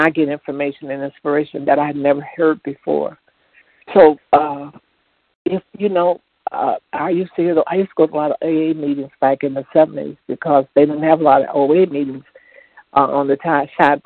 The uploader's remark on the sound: 100 Pounders Phone Meeting on 12/2/20